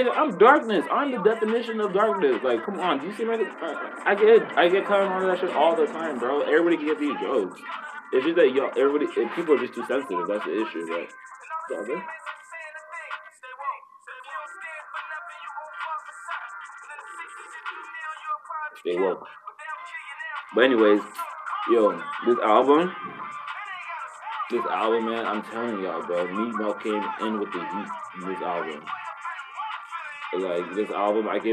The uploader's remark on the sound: Sorry for the audio in advance!!